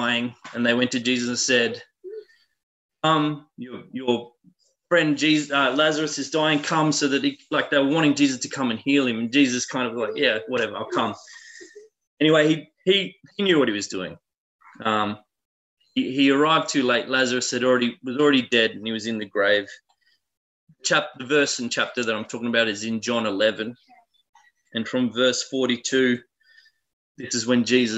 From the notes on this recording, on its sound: Talk 1 from the Wednesday United zoom meeting on 20 January 2021.